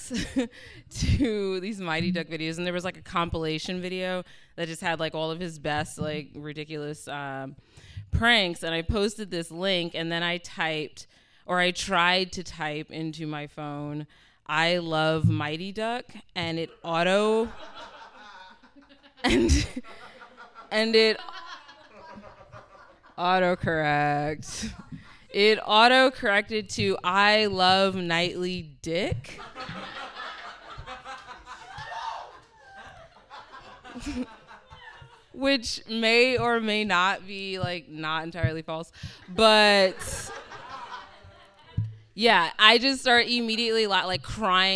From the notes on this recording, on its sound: Recorded live at Brit Pack Theater in New York City.